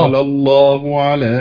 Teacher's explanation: قال هنا لابد أن يكون فيه نبر حتى نبين أن القائل ليس الله